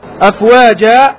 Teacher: وفي حالة الوقف يوقف عليه بألف مادية، ومدها حركتين فقط من قبيل المد الطبيعي · Term: مد العوض